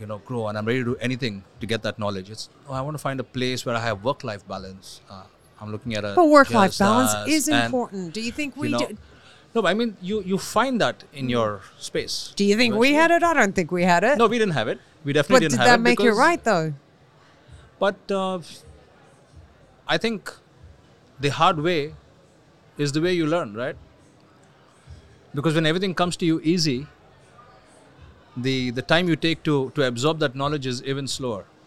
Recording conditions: busy venue